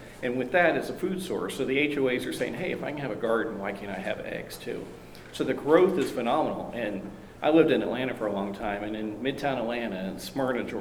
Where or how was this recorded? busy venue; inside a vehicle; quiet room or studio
busy venue